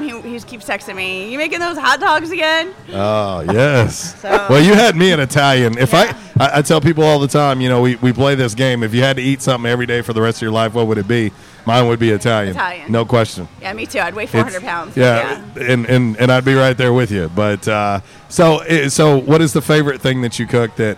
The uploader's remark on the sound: LIVE at J’Town’s Grill. RWRC Radio on 95.3 The Ticket/AM-970, Ritter Communications Tubetown 21!